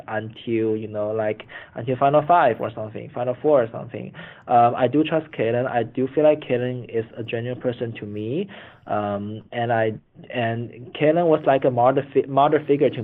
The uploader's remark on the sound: Phone Interview